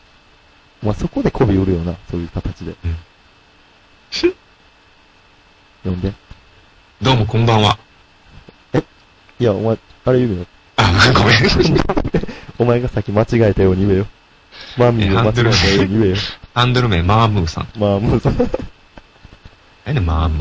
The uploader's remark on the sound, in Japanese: 楽しく話をしていますが、録音ミスで音割れがひどいです。